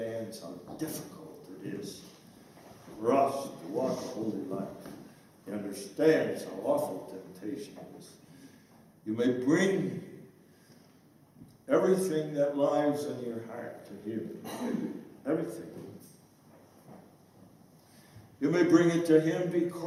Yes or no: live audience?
yes